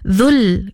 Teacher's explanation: lam ya berbaris mati, jangan dipanjanglah